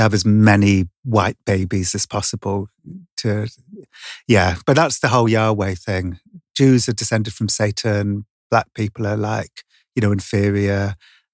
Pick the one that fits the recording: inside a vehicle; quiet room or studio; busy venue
quiet room or studio